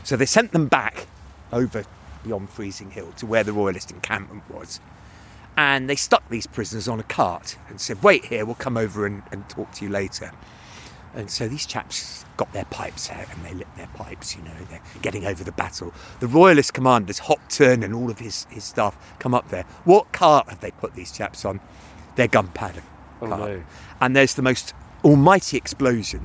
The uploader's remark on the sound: At the site of a Civil War battlefield in the hills just north of Bath. It's a dark winter's day and fog descends creating an atmosphere of 'gunsmoke' and eerie sounds.